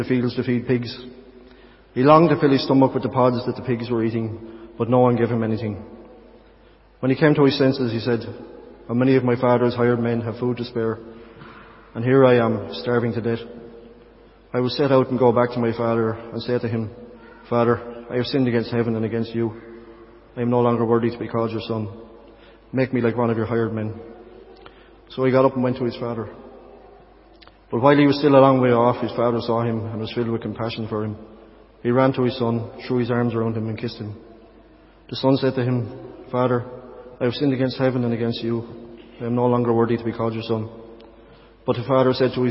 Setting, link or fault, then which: setting, large echoing room